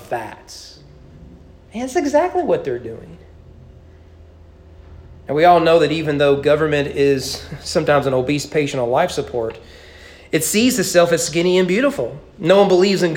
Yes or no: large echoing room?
yes